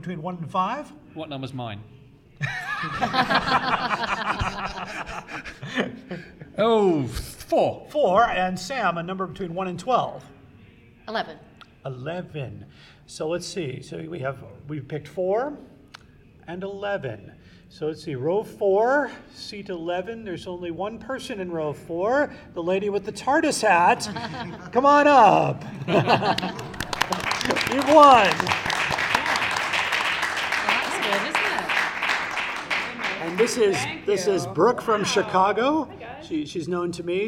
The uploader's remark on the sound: Here is the live recording from Chicago Tardis!